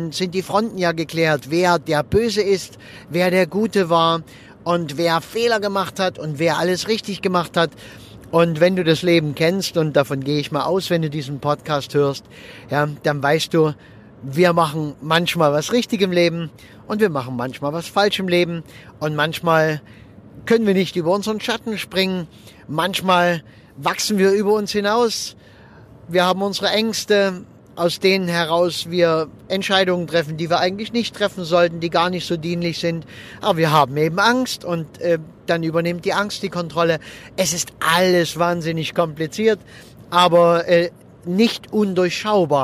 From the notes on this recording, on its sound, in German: Und wenn ich mit meinem Aufnahmegerät am Straßenrand im Auto sitze, wenn ich während der Autofahrt aufnehme oder sonst irgendwie, dann ist die Aufnahmequalität etwas gemindert.